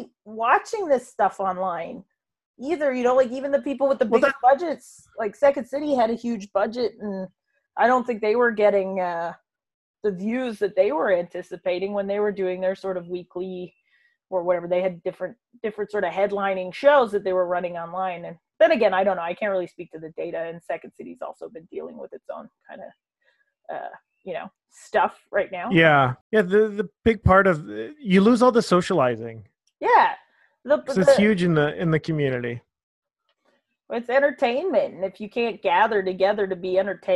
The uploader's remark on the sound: This episode was recorded in the beginning of Phase 2 of the re-opening period in Ontario. We're finding Zoom is just WAY more convenient!